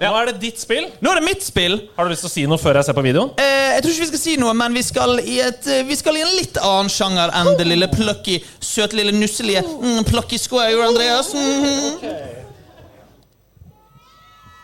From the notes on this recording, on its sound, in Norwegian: LIVE FRA TILTCAST 2023. Det var mye folk og ganske dårlig lyd, og derfor følte vi at vi måtte rope en del. I tillegg var eksporten som kom ut dessverre ikke så godt miksa.